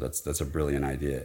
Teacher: if you just end the sentence with idea, you're not going to put an R there